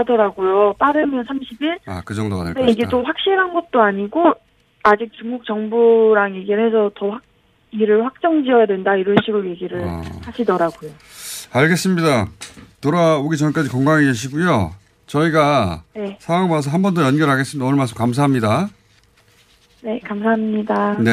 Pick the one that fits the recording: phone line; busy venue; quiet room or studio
phone line